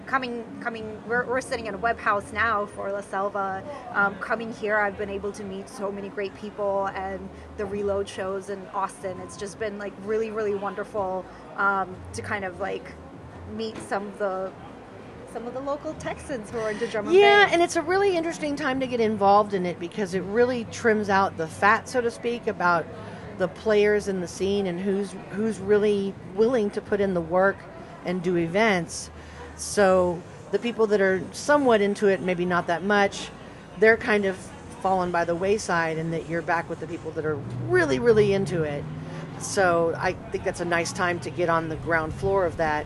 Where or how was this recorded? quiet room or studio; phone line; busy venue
busy venue